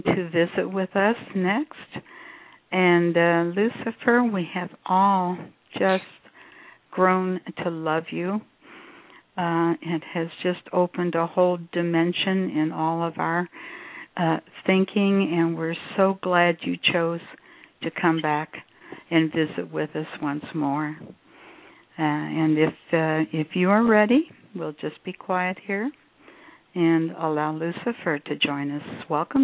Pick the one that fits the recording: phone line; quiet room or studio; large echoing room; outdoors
phone line